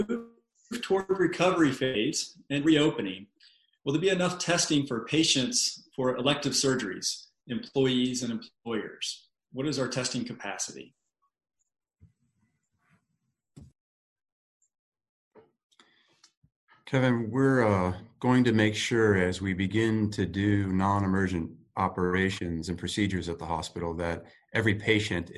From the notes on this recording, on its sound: COVID-19 Virtual Town Hall meeting - Healthcare.